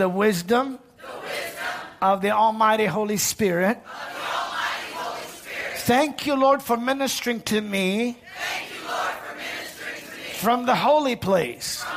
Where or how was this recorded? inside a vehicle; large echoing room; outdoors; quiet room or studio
large echoing room